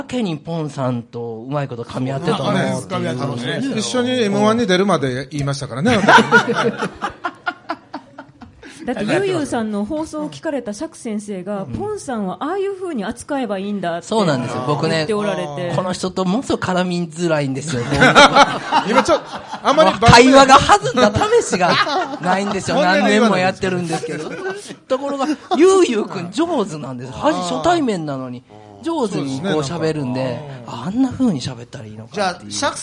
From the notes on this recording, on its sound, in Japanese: 寺子屋「練心庵」での公開収録です！